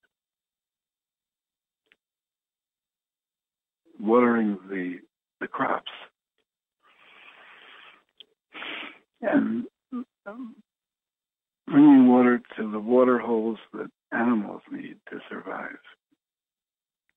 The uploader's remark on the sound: Conference Call LIVE.